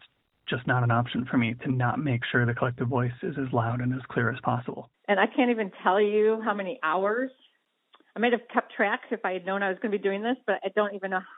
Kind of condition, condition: link, phone line